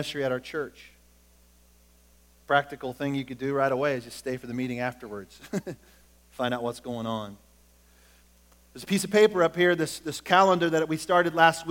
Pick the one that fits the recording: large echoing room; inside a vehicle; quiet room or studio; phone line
large echoing room